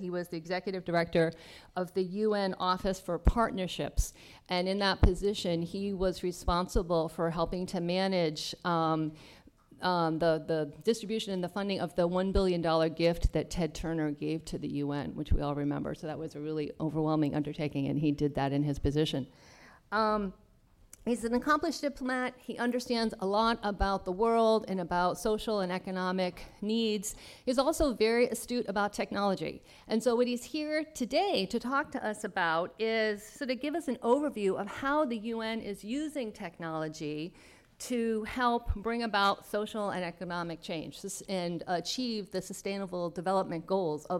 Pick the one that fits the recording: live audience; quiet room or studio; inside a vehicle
live audience